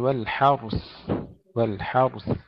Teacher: تسكين الراء وإظهار الثاء